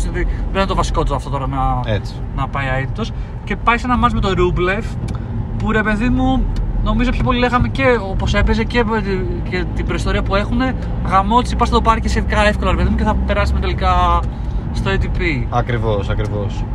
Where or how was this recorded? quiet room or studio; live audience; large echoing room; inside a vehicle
inside a vehicle